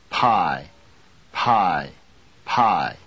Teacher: A P with a puff of air after it is called an aspirated P.